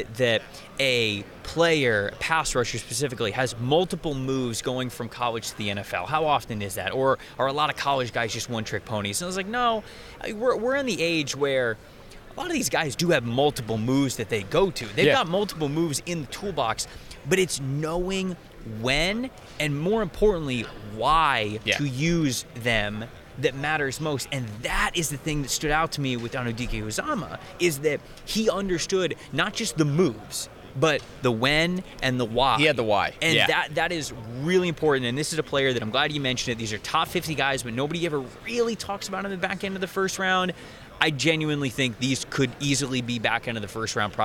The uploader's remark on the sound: come to you live from the 2023 NFL Combine